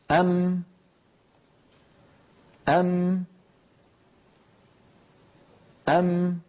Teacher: الآن لو معي نضغط أم أم أم، فبتصادم الشفتين بعضهما ببعض تخرج الميم الساكنة